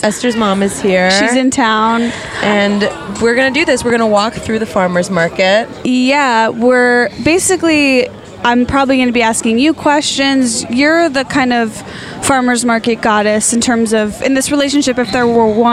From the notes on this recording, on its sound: recorded an episode LIVE from the Hollywood Farmer's Market!